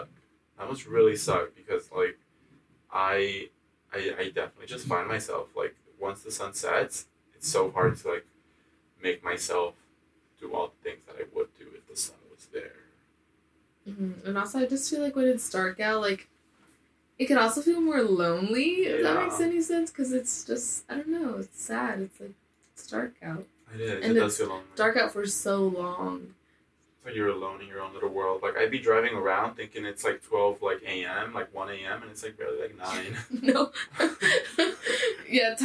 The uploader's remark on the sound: We may or may have not the audio file for this episode soooo, hope you don't mind the bad audio quality for this one!